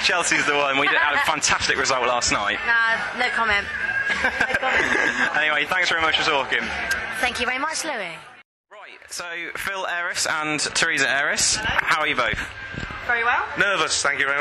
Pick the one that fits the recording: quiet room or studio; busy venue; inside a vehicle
busy venue